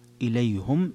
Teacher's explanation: إليهم قرأ الجمهور إليهم بهذه اللفظة، أما حمزة ويعقوب فقط فقرأ إليهم بضم الهاء